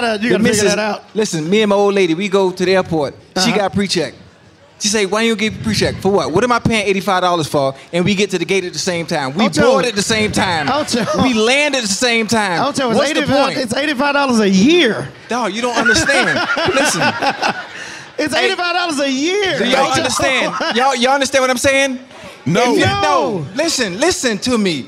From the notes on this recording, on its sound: LIVE from Resorts World Las Vegas.